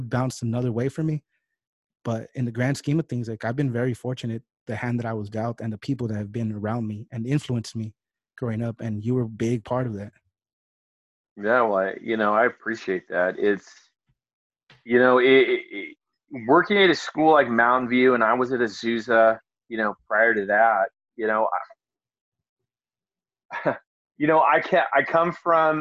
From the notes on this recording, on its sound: In this episode I sit, via Zoom